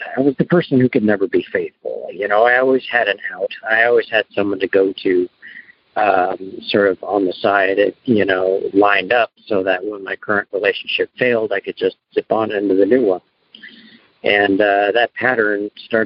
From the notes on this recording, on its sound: Noon Phone Speaker Meeting